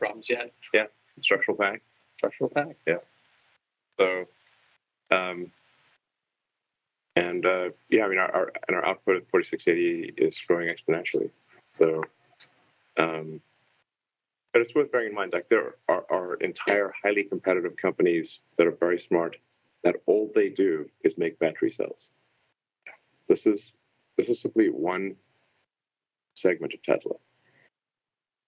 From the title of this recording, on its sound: Earnings Conference Call